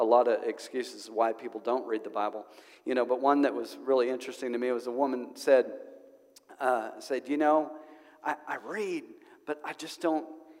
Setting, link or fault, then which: setting, large echoing room